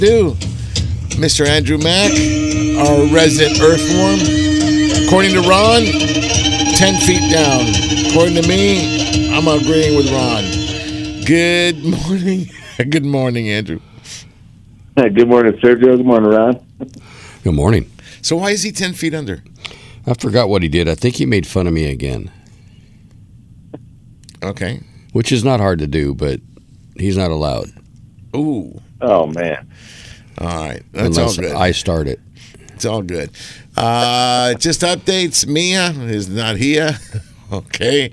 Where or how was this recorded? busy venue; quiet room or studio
busy venue